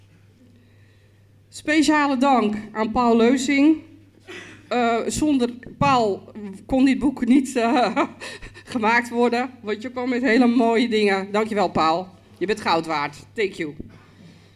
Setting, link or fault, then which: setting, live audience